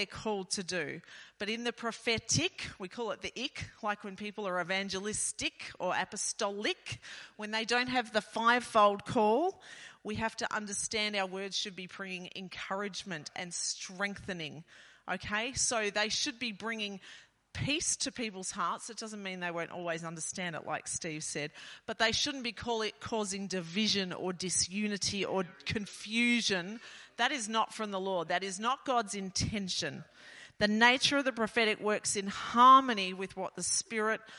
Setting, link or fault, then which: setting, large echoing room